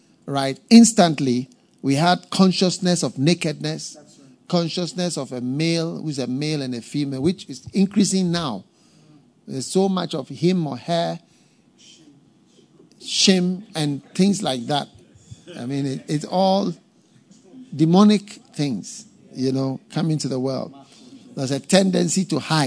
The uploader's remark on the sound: Preached at the FLOW Service, First Love Church